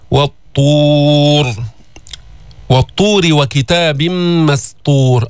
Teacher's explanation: عند الوصل رققنا الراء لأنها مكسورة، وفخمناها في حال الوقف لأنها سكنت وقفا وقبلها ساكن اللي هو الواو، وقبل الساكن مضموم.